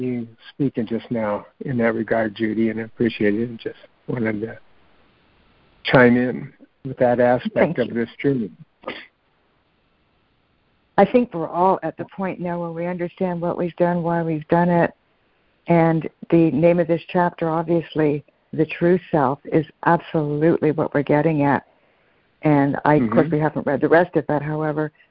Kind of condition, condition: link, phone line